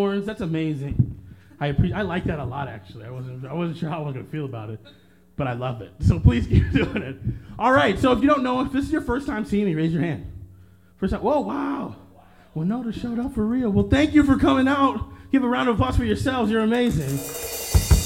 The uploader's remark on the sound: Live at the Winona Lake Park Bandshell. Perform at the Lake Park Bandshell for the Lake Park Drive-In event.